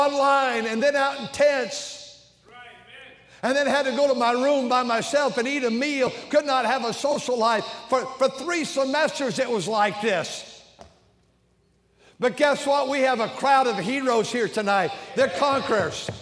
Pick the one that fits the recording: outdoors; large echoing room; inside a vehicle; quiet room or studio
large echoing room